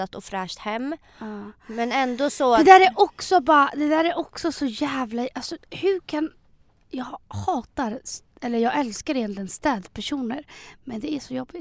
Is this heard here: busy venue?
no